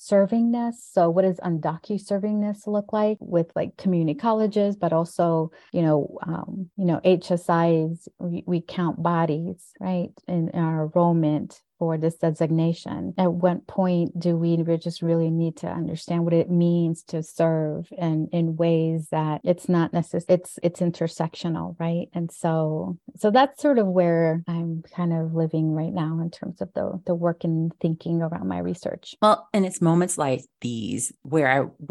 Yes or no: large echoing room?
no